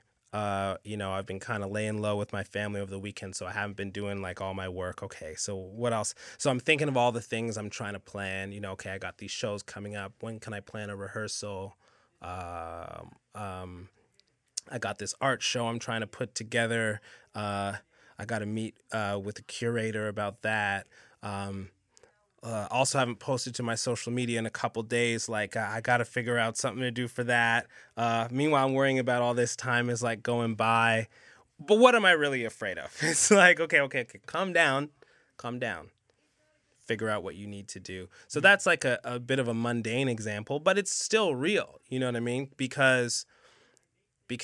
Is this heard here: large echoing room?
no